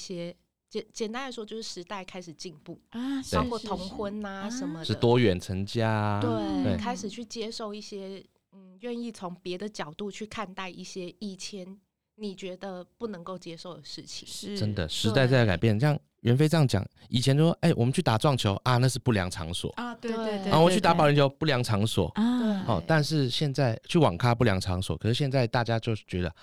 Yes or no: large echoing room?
no